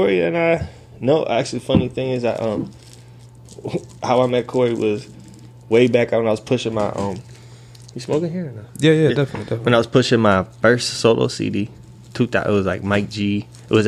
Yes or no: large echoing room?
no